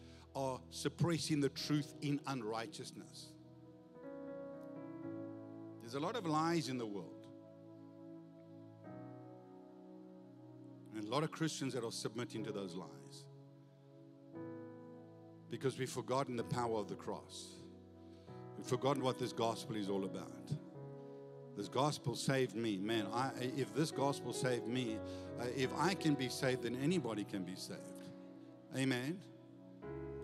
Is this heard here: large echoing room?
yes